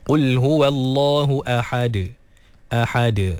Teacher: Kemudian ha dikeluarkan daripada kerongkong pertengahan. Dan juga dal diqalqalahkan.